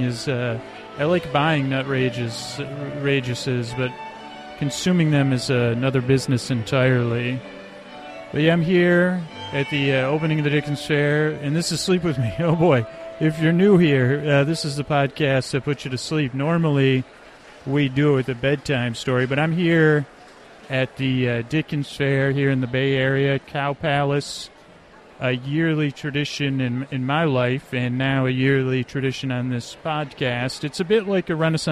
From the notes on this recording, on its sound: Live at the Dickens Fair. This is a cut of the show but only my mic...not the mics collecting the area sound.